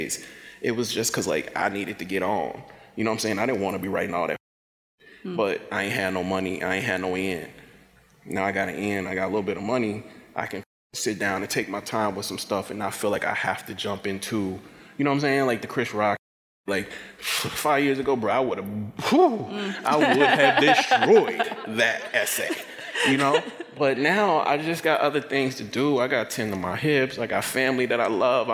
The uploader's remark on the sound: recorded at the 2023 AWP Conference in Seattle, Washington.